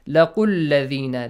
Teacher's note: if you are joining the word laqu with alladhina, you gotta skip hamzatul wasl and directly join that qaf to that lam.